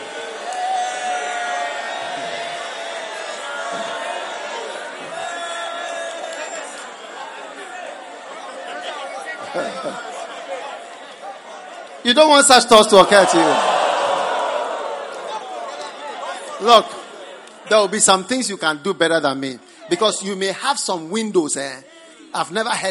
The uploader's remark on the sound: Preached at the New Year's Eve Service, First Love Church.